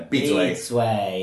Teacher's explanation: you've got your B fourth tone, which is close, in this case, and then you've got zui, Which means...